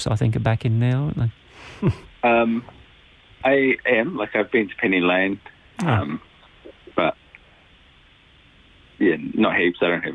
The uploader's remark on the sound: We chat on the phone to kiwi musicians